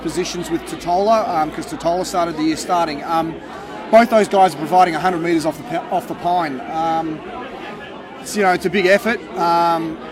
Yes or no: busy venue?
yes